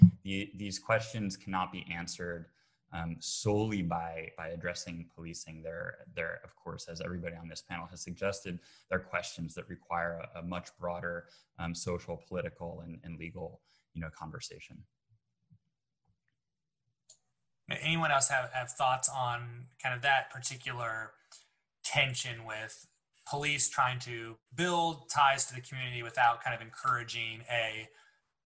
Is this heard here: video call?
yes